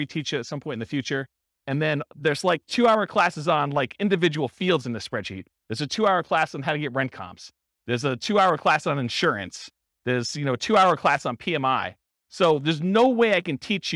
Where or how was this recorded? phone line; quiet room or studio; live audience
live audience